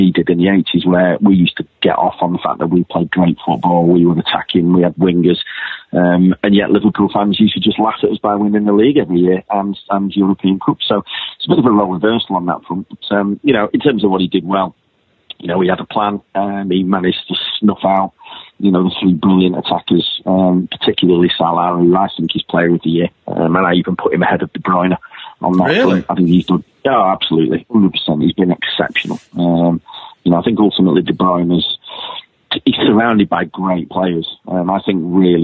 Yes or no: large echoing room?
no